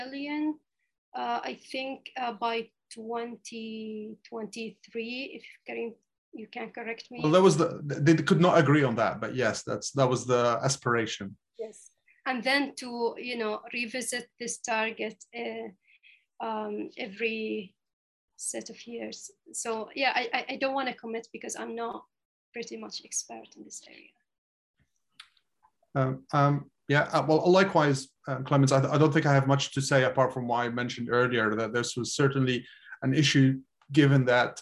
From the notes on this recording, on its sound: This public talk was conducted online via Zoom